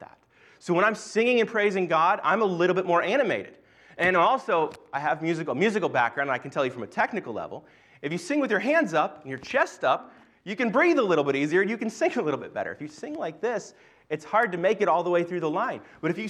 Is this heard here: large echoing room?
yes